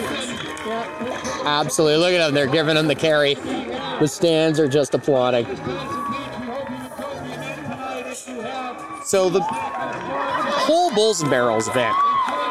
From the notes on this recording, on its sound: we are live on scene at the little britches rodeo grounds for the new Logan Parent Foundation Bulls and Barrels event on June 11 2022